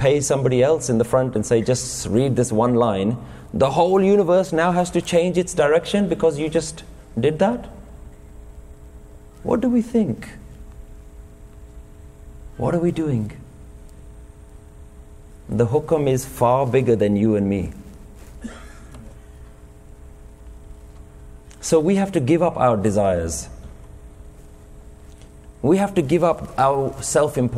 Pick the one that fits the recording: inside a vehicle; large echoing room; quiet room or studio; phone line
large echoing room